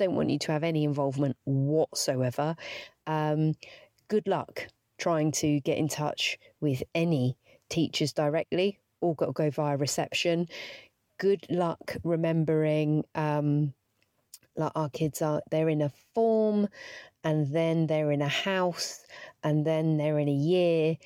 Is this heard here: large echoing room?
no